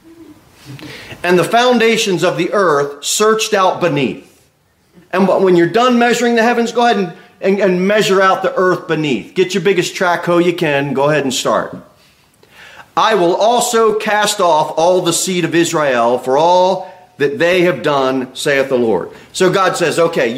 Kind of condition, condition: setting, large echoing room